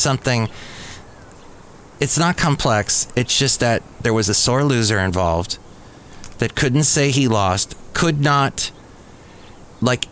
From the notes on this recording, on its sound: Podcasts live from Café Anyway.